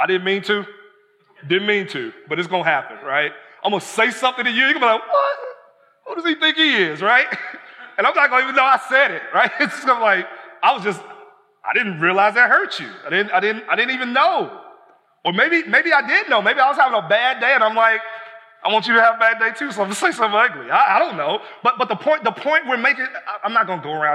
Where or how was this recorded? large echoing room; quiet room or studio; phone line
large echoing room